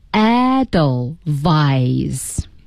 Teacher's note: 德语当中的 W 是 V，是我们的唇齿音 V 音